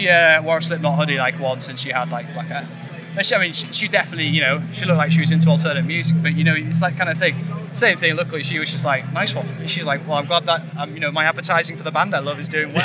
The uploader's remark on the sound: Live from Bloodstock 2023.